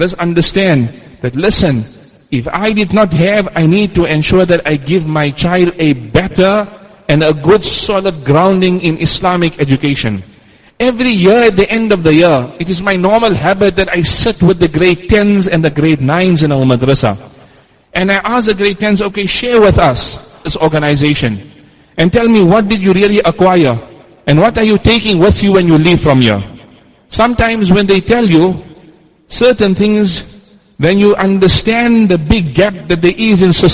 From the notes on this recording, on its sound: Jumuah lecture at Masjid us Siddique